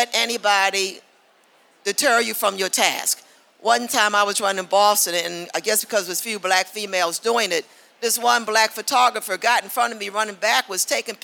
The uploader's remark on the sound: This is a special live recording of the Podium Pioneers Panel, which took place at the 2023 Boston Marathon Expo live stage.